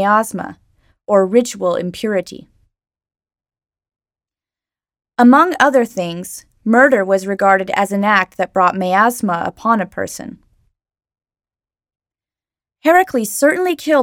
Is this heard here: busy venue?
no